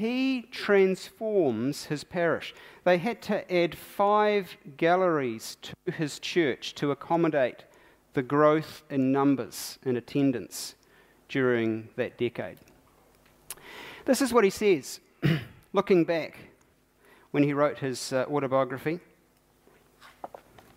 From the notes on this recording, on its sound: keynote from the Baptist National Hui 2019